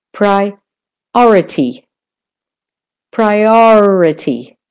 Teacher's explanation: And the or in priority is the stressed syllable.